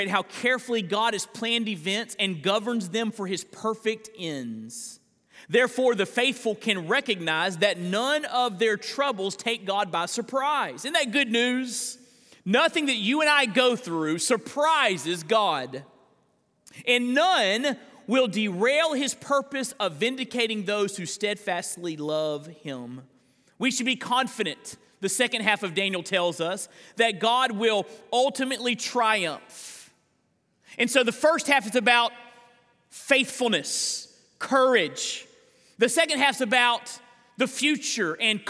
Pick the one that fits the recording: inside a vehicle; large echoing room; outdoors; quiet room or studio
large echoing room